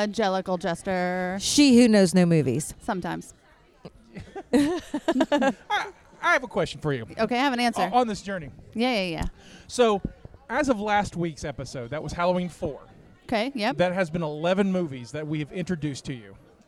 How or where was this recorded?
busy venue